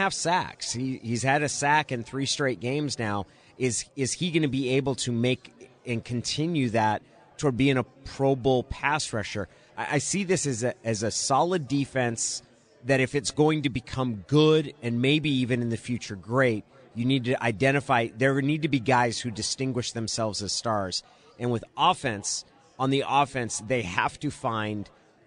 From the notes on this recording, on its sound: live at Pearl Bar and Dining